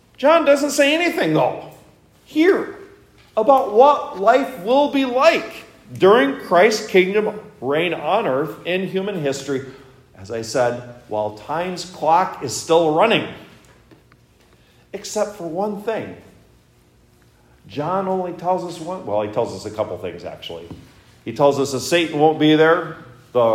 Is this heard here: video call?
no